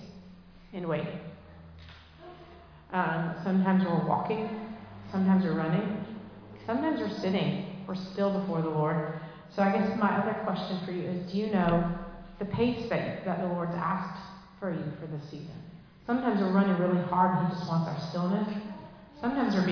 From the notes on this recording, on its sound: Recorded live in Liberty Church on 25 June 2023